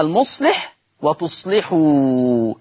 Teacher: تعالوا نتابع، يبقى المصلح وتصلحوا. نلاحظ من اللفظ السابق ان اللام مكسورة ومسبوقة بصاد ساكنة، يبقى حكم اللام الترقيق